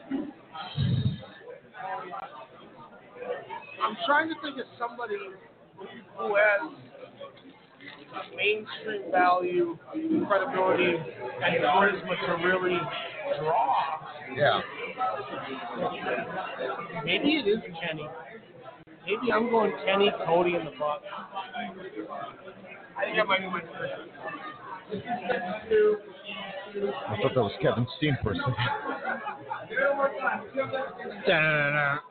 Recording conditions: busy venue